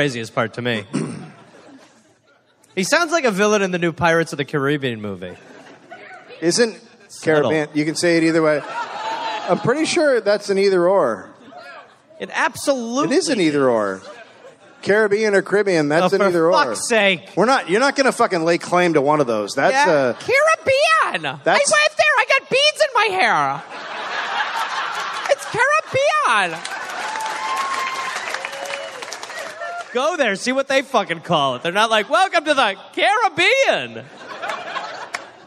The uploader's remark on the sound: Live in Charlotte, NC